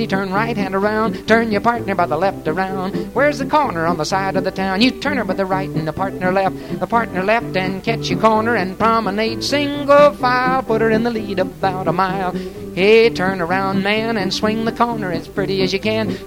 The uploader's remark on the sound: Vintage MWSD Live Dance Recording